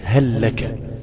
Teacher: أنا ما نطقتش في هل لك غير لام واحدة مع أنهم اثنين لام، هل لك، هل ولك.